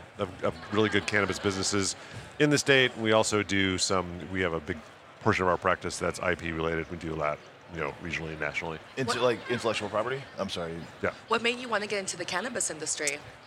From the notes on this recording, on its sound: Recorded at MJBizCon 2023